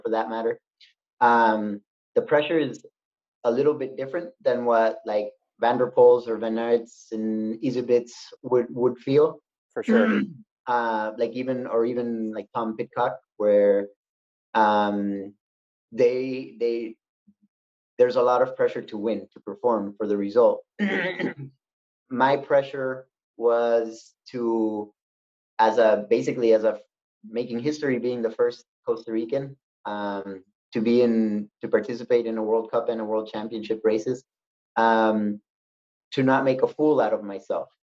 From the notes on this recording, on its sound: I caught up with the three of them via zoom